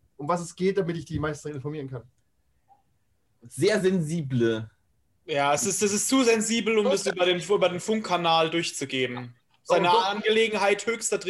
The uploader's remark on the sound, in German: Zoom knabbert noch immer an der Audioqualität